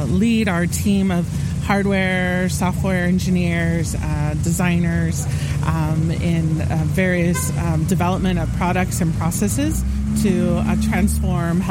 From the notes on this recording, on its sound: Takes the show on the road for the Innovation Learning Network’s InPerson Meeting (absolutely not a conference) in Sacramento, California, hosted by The Shop at VSP.